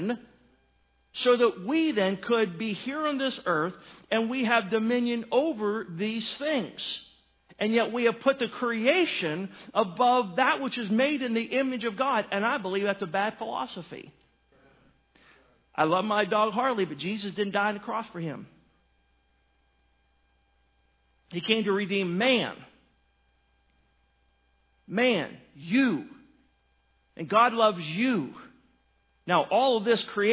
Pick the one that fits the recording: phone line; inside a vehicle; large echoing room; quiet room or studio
large echoing room